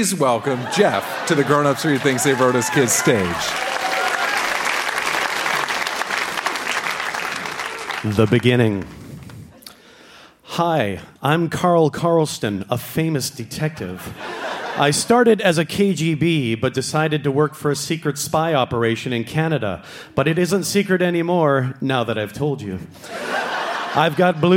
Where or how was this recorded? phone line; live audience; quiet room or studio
live audience